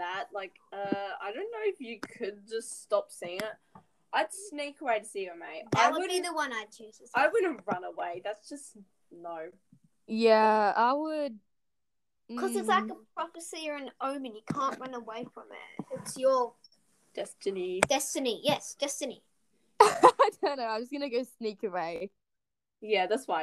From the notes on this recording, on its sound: Audio quality is very bad.